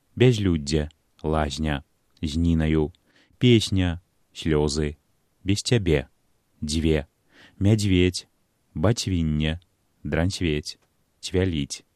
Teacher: Падкрэслена мяккія зе, се, дзе, це, яскравая рыса гукавой сістэмы нашай мовы. Пры карэктным беларускім вымаўленні зычныя абавязкова прыкметна памякчаюцца перад наступнымі мяккімі гукамі. · Term: асіміляцыйнай мяккасці